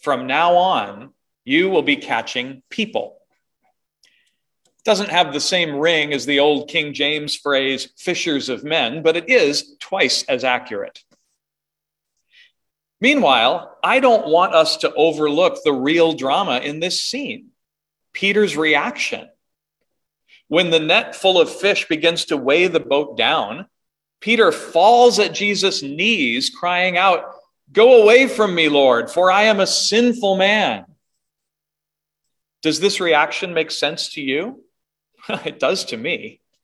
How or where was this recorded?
large echoing room